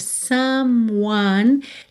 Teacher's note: Lembre de ignorar o E, tá? Do M você já vai para o one.